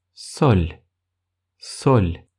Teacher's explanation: Но так как эта буква последняя в слове, она звучит мягко.